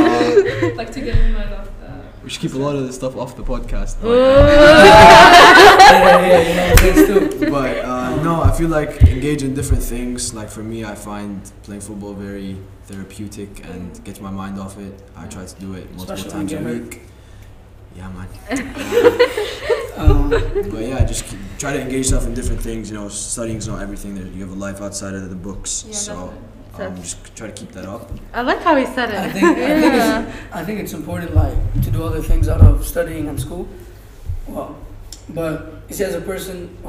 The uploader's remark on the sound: SORRY FOR THE MIC ISSUES